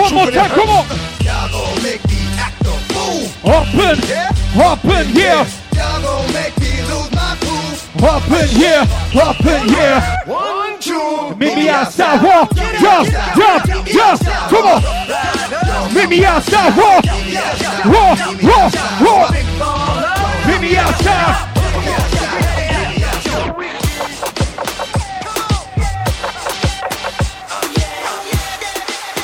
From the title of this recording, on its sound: Live In Da Mix - One Night at La Viva Bremen 4